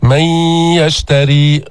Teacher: ما تقول ياء محضة بدون غنة، من يشتري، بعضهم هكذا يقرأ، لا، ينبغي أن نسمع صوت الغنة، أن نظهر صوت الغنة في هذا الإدغام الناقص